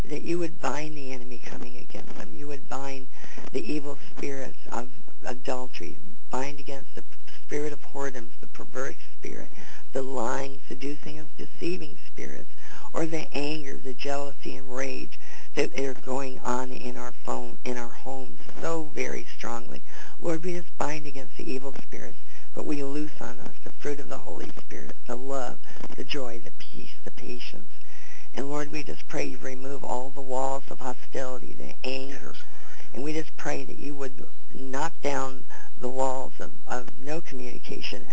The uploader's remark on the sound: CONFERENCE CALL